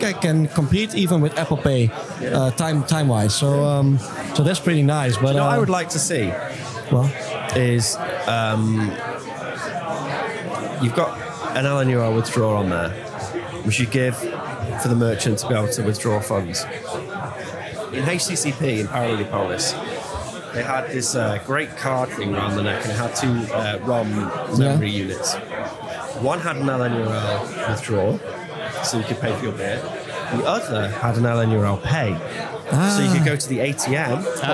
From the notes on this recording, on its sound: Watch and listen to this interview live from Bitcoin Amsterdam Conference 2022!